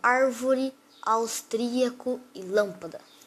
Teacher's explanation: A sílaba mais forte é a antepenúltima sílaba da palavra · Term: proparoxítonas